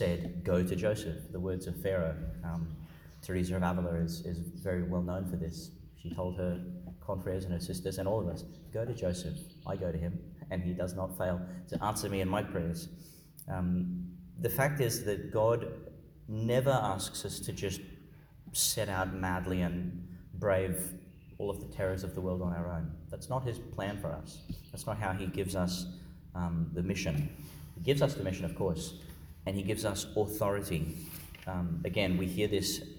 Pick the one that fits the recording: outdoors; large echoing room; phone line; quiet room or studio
large echoing room